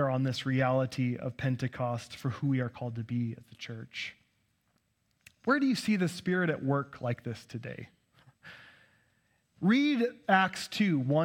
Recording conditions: large echoing room